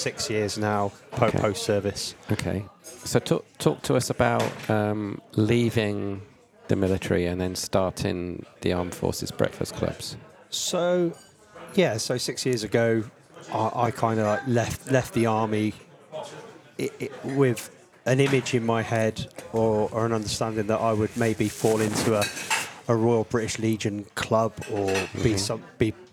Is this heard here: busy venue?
yes